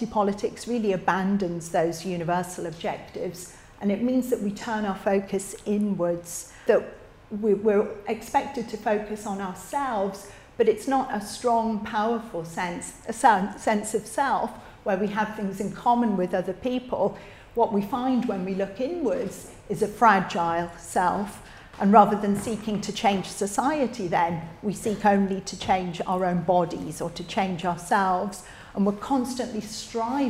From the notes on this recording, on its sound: recorded at Living Freedom Summer School 2023